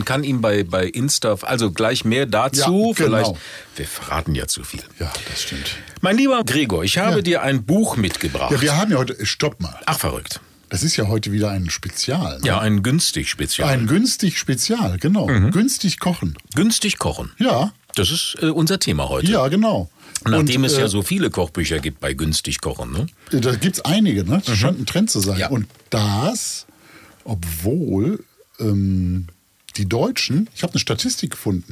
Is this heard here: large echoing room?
no